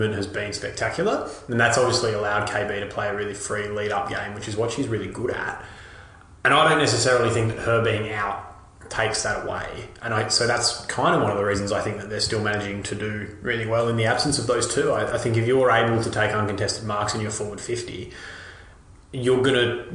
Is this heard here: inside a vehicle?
no